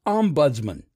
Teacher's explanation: despite how Siri says it, the second syllable is buds, not bids